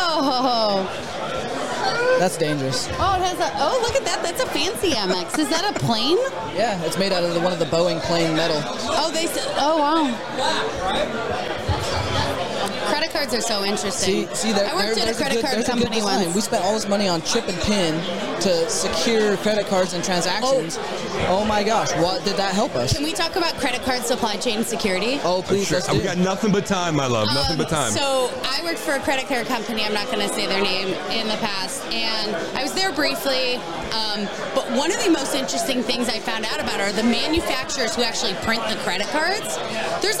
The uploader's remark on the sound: Trimarc Live at Shmoocon 2023.